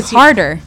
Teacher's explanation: You're leaving the R off.